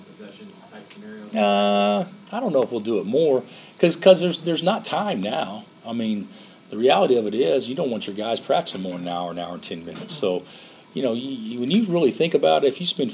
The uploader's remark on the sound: during a Monday afternoon press conference